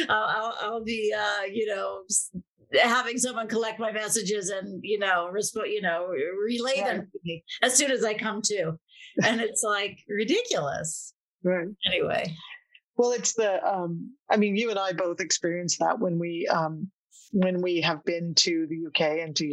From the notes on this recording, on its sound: On vacation in NYC and recording from a hotel room! Please excuse the tinny sound today and next week; it goes back to normal after that!